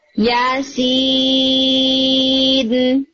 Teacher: یا سین میں سین کو اسٹرچ کریں گے فار اباؤٹ سکس حرکا، لیکن یا کو نہیں کریں گے، اونلی فار ٹو حرکا